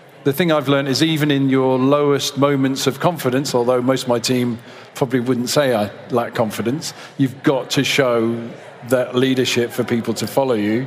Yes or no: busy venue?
yes